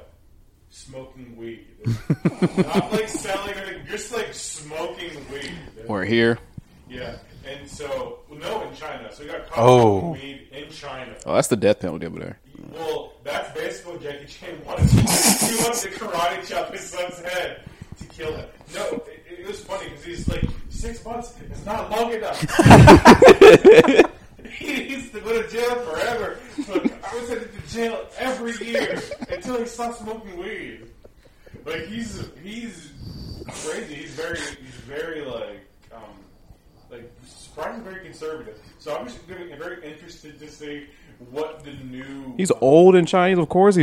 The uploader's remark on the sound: There was some audio issues again, we think it's static feedback from being so talented.